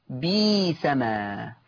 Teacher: قرأ ورش بإبدال الهمز الساكن ياء